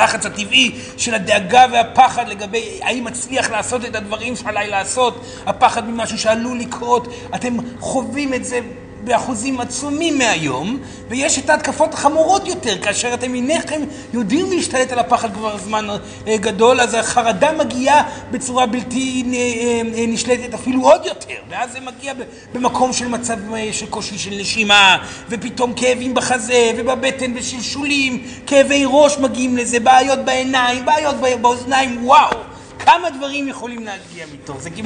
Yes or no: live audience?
yes